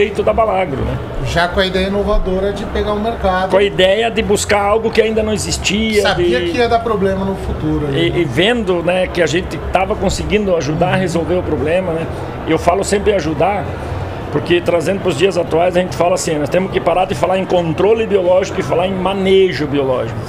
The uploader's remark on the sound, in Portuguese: Estamos ao vivo da Hortitec 2023